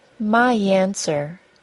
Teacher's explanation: My answer was linked with a Y sound.